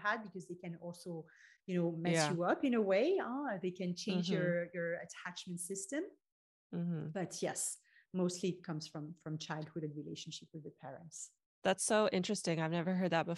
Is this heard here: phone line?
no